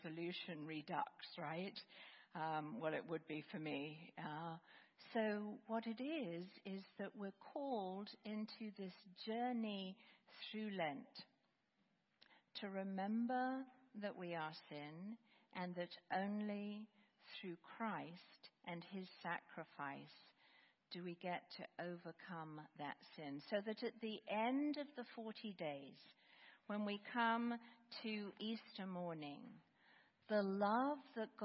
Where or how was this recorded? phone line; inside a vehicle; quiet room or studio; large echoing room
large echoing room